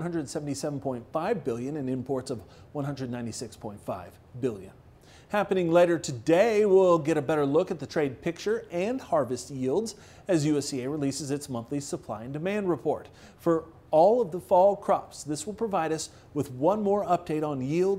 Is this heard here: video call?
no